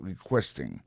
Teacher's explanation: Dans mot requesting là, ouais, accent tombé sur deuxième syllabe là